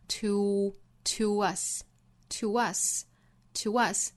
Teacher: to end your darkesthour，这里面 to 和 end 的连读，我们注意是 to end。在周一的早读之中啊，也出现了这样类似的搭配，就是 to us 后面是 us 这个词，相当于也是 to 后面遇到了一个元音。这个时候呢，是由前面这个这个元音带出一个小小的 w 的发音来连贯后面的音